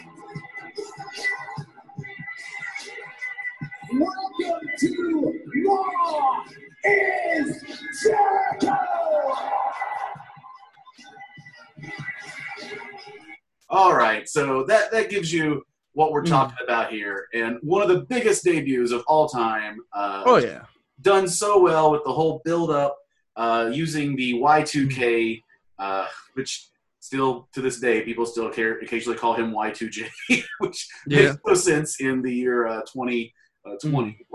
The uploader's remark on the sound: Well Zoom lets us down a little on the audio within the episode.